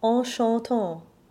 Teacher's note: In spite of the difference in spelling, the syllables M-E-N-T-S and F-A-N are both the nasal ah sound, as in the following line, en chantant. Here, we have three ah nasals in a row.